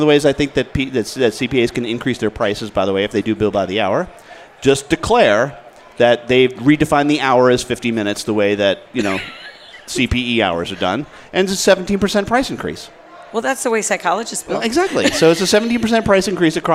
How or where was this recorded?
busy venue